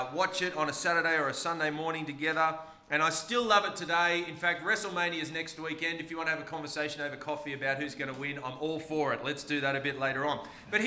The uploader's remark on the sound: This sermon was preached on the 26th of March 2023 at all services of Helensburgh and Stanwell Park Anglican Church.